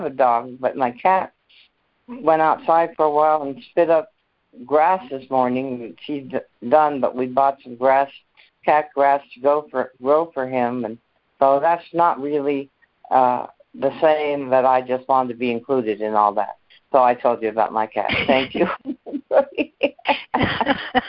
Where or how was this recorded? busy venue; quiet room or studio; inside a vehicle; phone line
phone line